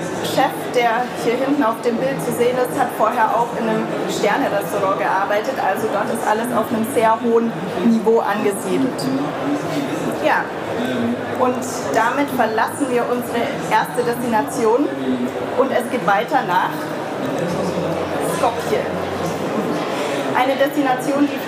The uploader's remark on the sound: Had the pleasure to speak at the Berlin Travel Festival. This podcast episode is a recording of her talk.